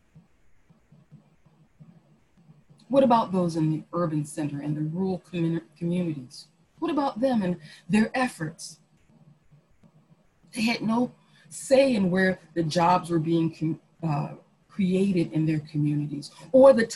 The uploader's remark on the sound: Our zoom streamed service.